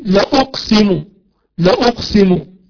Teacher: بتحقيق اللام وترك الألف الممدودة التي هي اللا النافية · Term: ترك المد